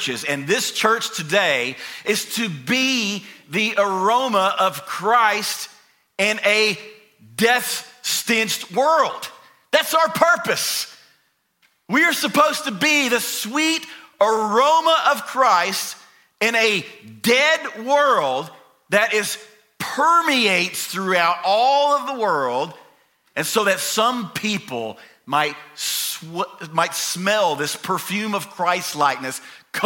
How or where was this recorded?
large echoing room